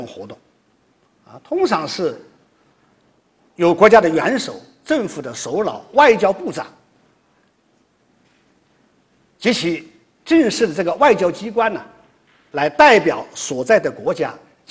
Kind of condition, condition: setting, large echoing room